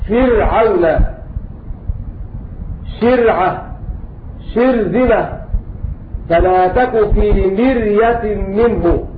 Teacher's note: القراء العشرة اتفقوا على ترقيق الراء الساكنة الواقعة بعد الكسرة